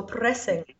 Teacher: you flipped the R after the P · Term: apical R